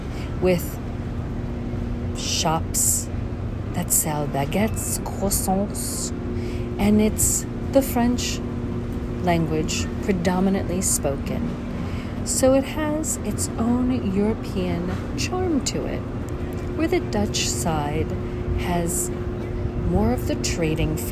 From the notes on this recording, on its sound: On Location Walk and Talk. Philipsburg, Sint Maarten.